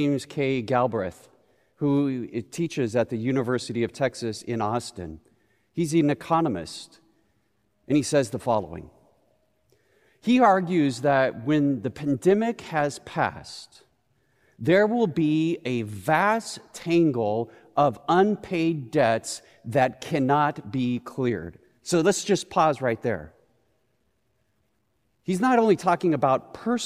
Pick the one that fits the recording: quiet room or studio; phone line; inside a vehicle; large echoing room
large echoing room